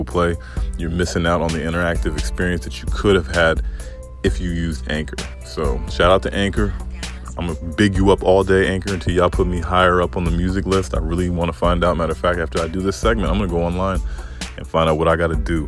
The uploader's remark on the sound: It's a beautiful sunny Thursday morning in the DMV area! Ride with me on this ride to work today.